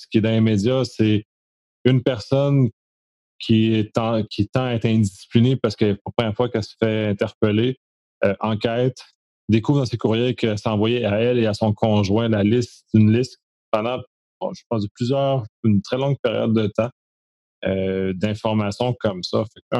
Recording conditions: video call